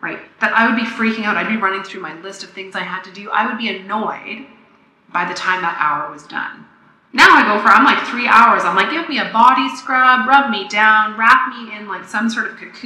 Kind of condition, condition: fault, echo